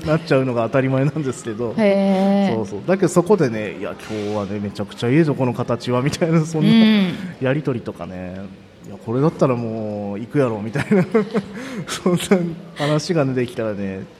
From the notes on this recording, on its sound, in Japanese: 公開収録。鳥取県倉吉市発。